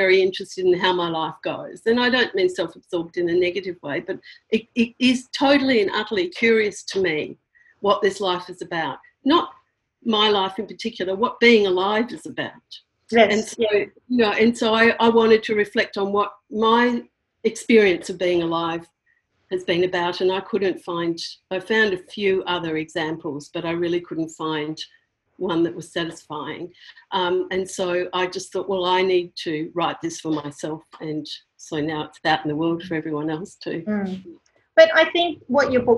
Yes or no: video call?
yes